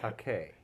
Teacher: there's a definite accent on the second syllable